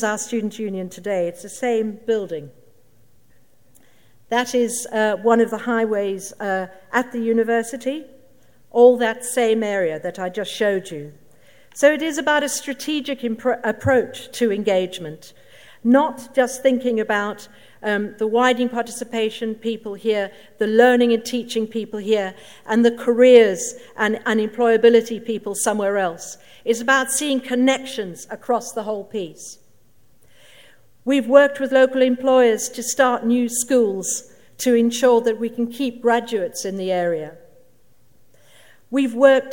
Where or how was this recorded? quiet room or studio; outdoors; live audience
live audience